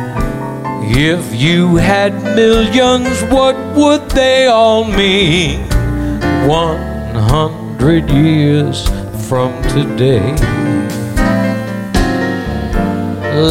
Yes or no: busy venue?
yes